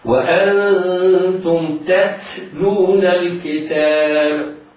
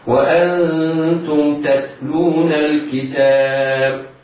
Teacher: هو الهمس موجود، لكن أن يظهر الهمس، أن يبالغ في إظهاره، فيتحول من ذلك التاء في حال همسها تكون كأنها أشربت صوت السين · Shown in: first take · فيقرأ خطأ هكذا، وأنتم تتلون الكتاب.